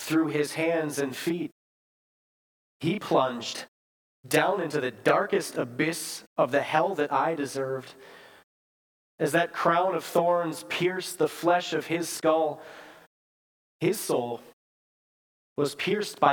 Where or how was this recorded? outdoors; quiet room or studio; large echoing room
large echoing room